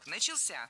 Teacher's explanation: в слове «начался» ударение падает на третий слог.